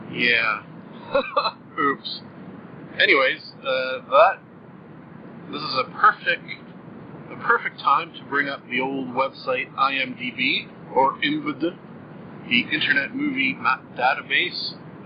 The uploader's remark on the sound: First off apologies for the audio quality! Still working out the bugs a bit with this new system. I have fixed the audio problem that was not playing the first 1/2 of the episode.